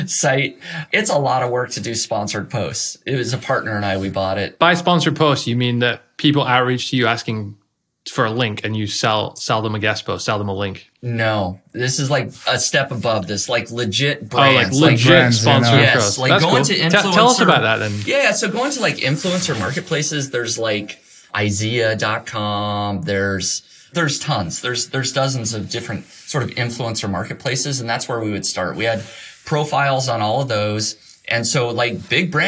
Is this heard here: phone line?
no